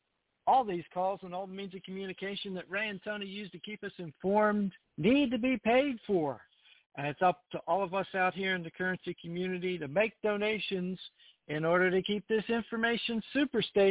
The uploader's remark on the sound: TNTSuperfantastic Conference Call.